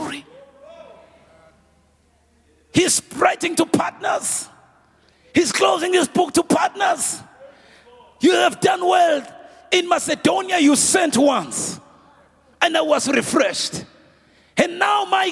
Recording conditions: live audience